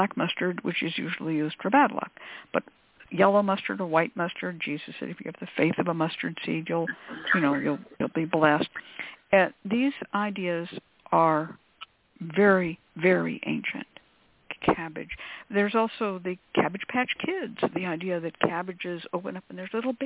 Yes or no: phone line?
yes